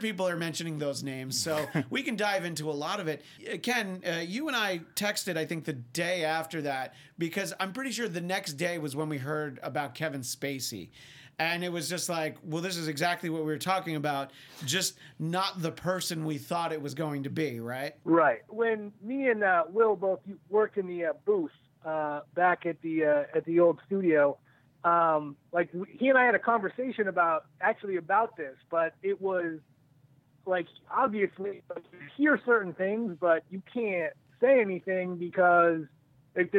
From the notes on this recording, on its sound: joined on the phone